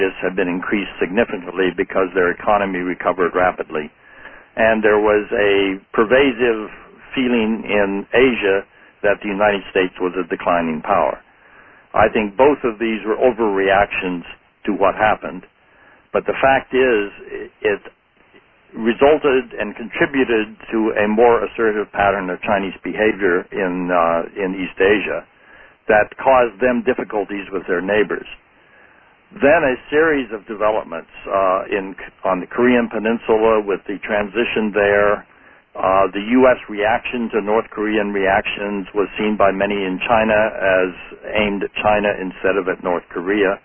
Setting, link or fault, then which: link, phone line